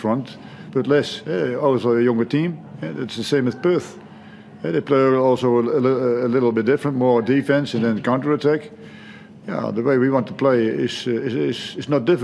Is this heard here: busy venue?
yes